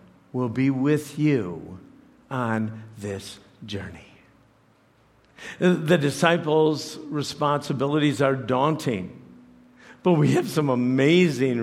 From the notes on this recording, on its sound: preached this message to CrossPoint Church